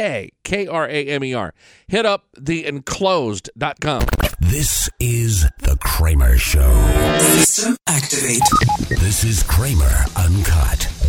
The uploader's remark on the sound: on the phone